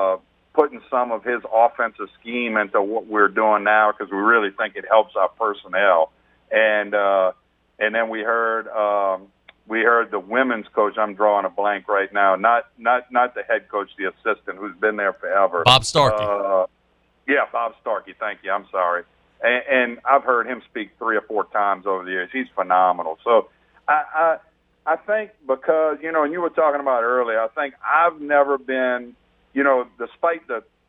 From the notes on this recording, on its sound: On the phones